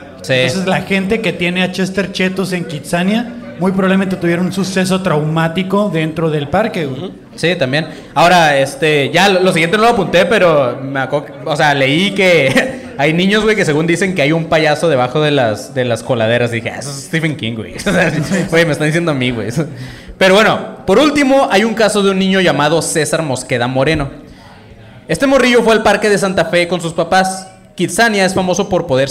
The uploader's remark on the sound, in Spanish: En Vivo Tijuana.